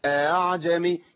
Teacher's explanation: حفص ينطق اعجمي بتسهيل الهمزه الثانيه قولا واحدا، يعني عند الامام حفص تسهيل الهمزه الثانيه بين الهمزه واصل حركتها